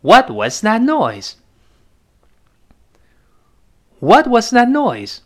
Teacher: What 还是什么？最后那个 T 读快了，失去爆破